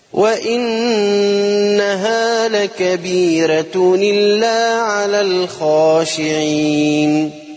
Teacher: رققنا الراء وعملنا حكم النقل لورش